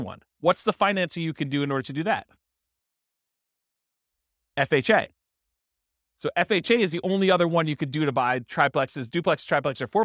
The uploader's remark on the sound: This was a live class recorded